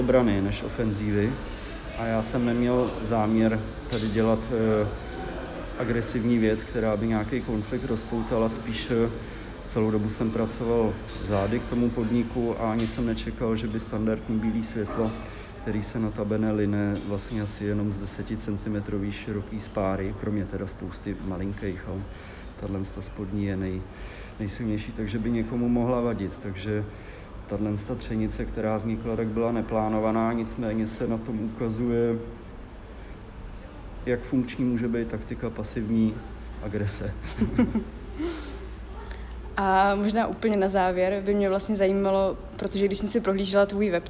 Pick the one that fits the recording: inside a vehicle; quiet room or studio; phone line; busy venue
busy venue